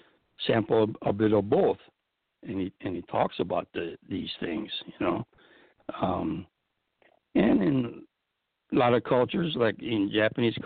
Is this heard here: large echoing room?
no